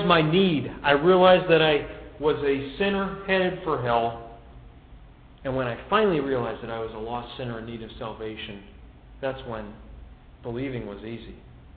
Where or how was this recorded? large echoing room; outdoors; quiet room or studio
large echoing room